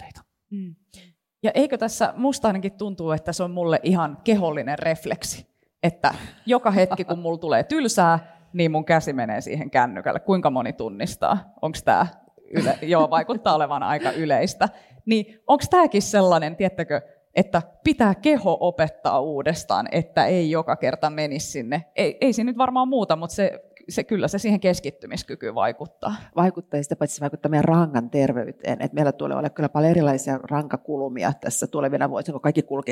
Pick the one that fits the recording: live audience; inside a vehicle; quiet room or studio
live audience